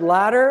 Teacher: as pronounced in most Canadian English, the T is what's called a flap